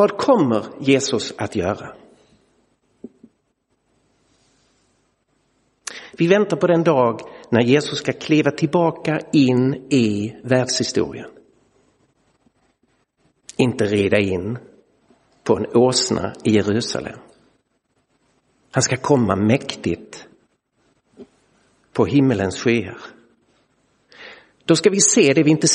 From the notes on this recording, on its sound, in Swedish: Inspelad i Roseniuskyrkan.